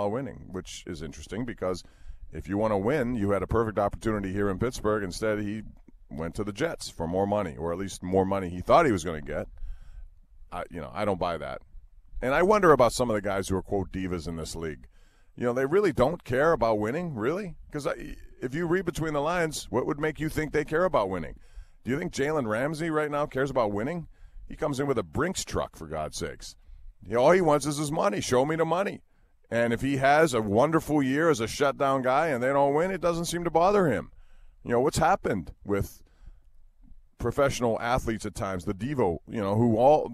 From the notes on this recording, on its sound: on location today from Steelers training camp in Latrobe